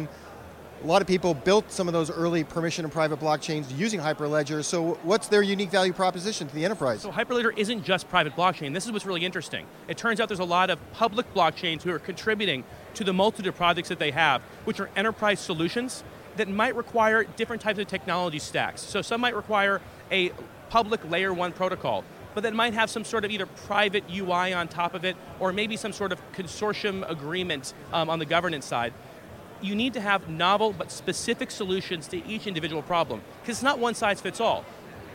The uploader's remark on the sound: The interview took place at the Consensus 2023 conference in Austin, Texas